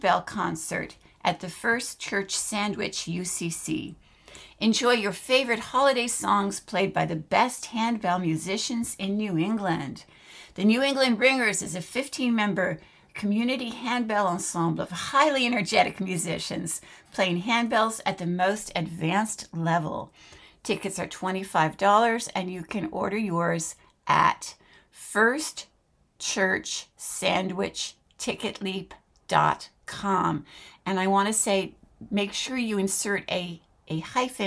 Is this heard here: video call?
no